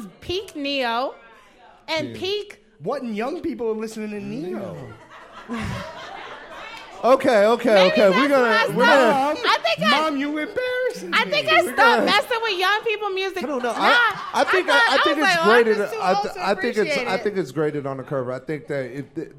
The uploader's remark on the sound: Watching the show at our live viewing party in The Greene Space. A scene from the live taping of Empire Afterparty from WNYC.